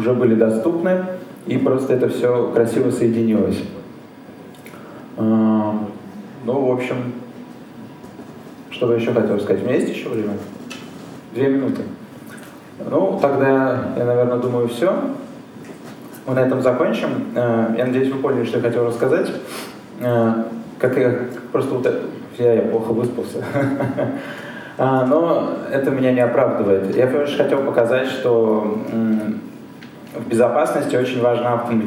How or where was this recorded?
live audience